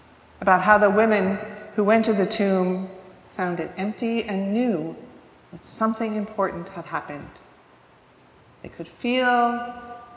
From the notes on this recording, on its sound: recorded live at the 10:00am service on Ascension Sunday, May 21st, 2023.